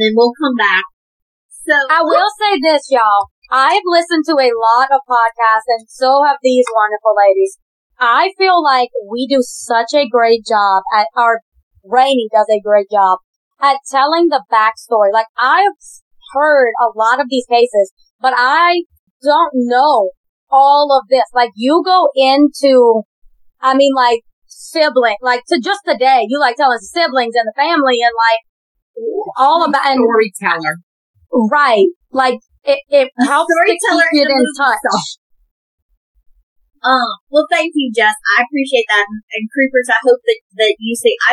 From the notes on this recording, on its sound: Excuse the audio, first timers here, but we promise to get better!